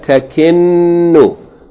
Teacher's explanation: Hold the shadda on the noon, right?